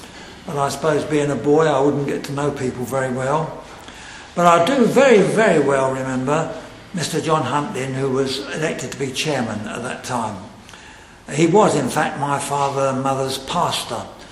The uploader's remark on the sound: Secretary's remarks at the Centenary Conference in London at Westminster Baptist Church on Saturday 24th November 2018.